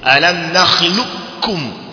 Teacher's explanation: ni idgham kamili, kwa maana huendi kabisa katika herufi ya kafu, ili kafu inaingia kwenye kafu moja kwa moja.